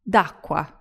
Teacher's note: the di and acqua get squished together. So instead of saying di acqua, we say d'acqua, di apostrophe acqua.